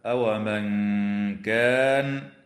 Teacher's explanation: النون الساكنة في قوله تعالى: أومن كان، حكمها الإخفاء الحقيقي مع الغنة مرققة